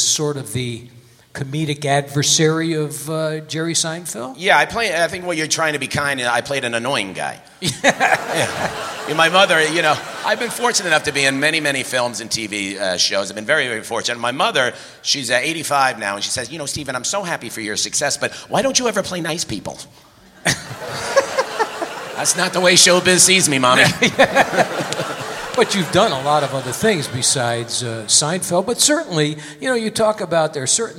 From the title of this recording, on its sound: Live at the Southpoint